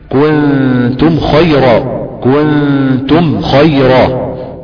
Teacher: إظهار واضح جدا لحرف الميم وعدم إخفاء عندها أو إضغام